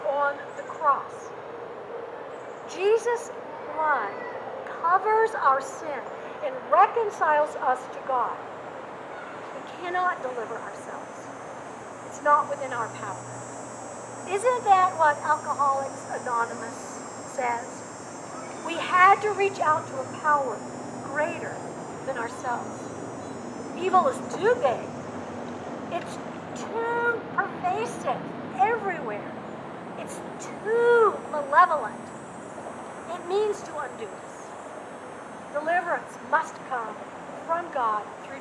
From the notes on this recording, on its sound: In these Covid-careful days, this service was held outside. Coming to you from Old South Presbyterian Church in Newburyport, MA.